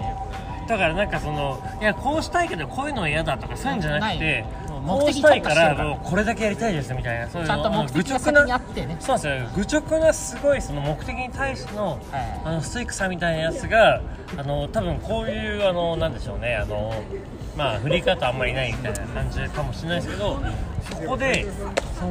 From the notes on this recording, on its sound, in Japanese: 池袋の路上でオタク5人と飲んだところを収録